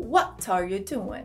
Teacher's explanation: no inglês britânico pode ser que eles pronunciam bastante esse T